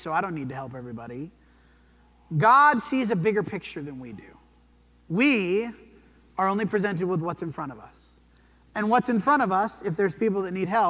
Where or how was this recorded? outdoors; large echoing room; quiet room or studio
large echoing room